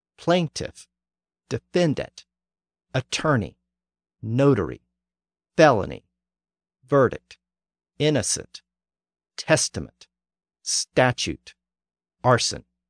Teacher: the stress has shifted forward to either the first or the middle syllable. The reason for this shift is due to the fact that English is a Germanic language, and Germanic languages tend to emphasize the first syllable.